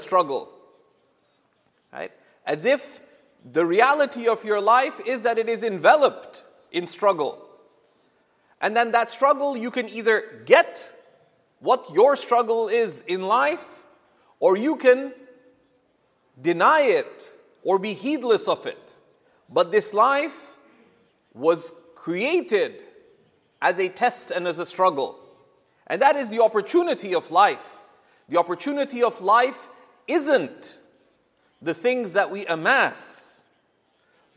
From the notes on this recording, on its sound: This Friday sermon was delivered in September of 2017 at the University of Toronto.